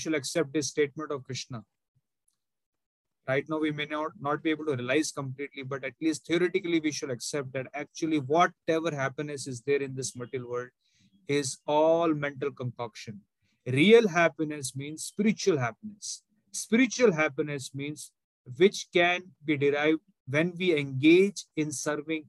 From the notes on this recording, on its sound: Zoom recorded class. Hare Krishna Movement, Mumbai.